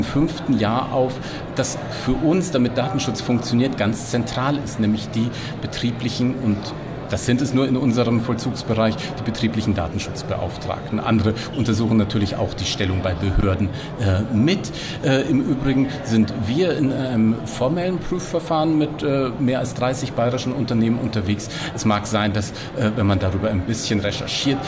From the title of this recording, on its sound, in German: Live von der IDACON 2023